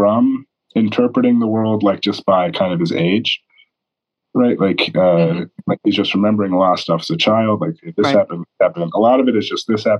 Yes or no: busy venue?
no